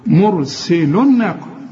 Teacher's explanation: إن النون أهي لازم تغن، مرسل، هنا الراء مفخمة، السين تكون أكثر رقة لأنها مكسورة، سي عندنا سا مفتوحة سا، إنما دي سي، مرسل، واللام هنا مرققة، مرسل الناقة. أولا الواو عند الوصل حنلغيها لأنها ساكنة، واللام ساكنة، دي بدون تشكيل ودي بدون تشكيل بتاعت الناقة، يبقى بلغي الساكن الأولاني، مرسل الناقة، كأن الواو غير موجودة.